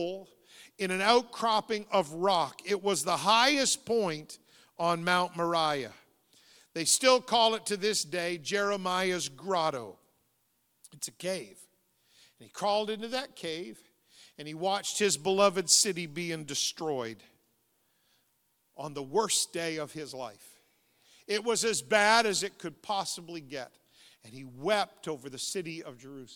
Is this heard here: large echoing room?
yes